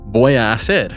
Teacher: it can be tricky to distinguish the two consecutive A vowels between voy a and hacer. The two A vowels are blended.